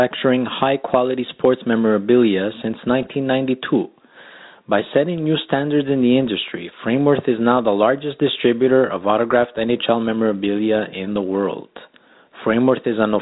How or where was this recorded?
phone line